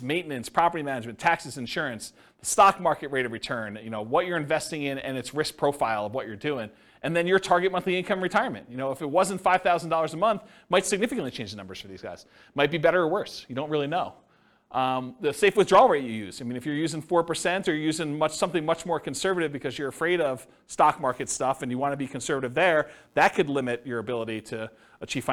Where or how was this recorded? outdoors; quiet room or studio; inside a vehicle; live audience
live audience